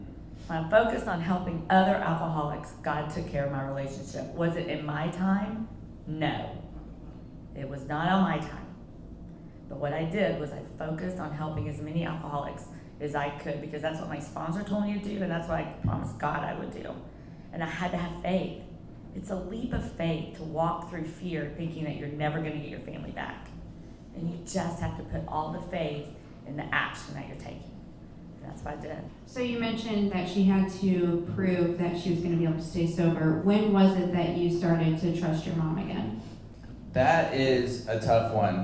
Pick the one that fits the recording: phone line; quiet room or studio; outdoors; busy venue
busy venue